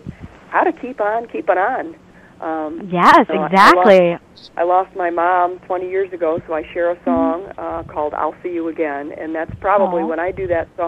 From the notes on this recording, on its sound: Special Call In Guest joined us